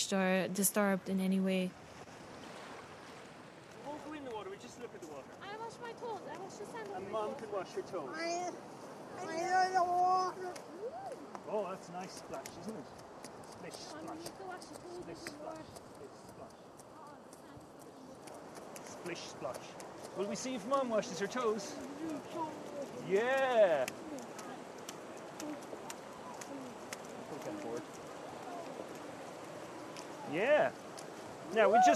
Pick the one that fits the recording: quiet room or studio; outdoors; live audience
outdoors